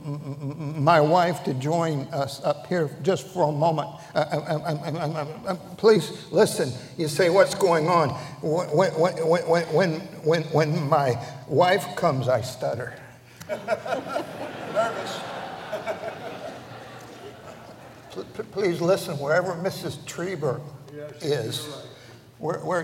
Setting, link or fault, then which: setting, large echoing room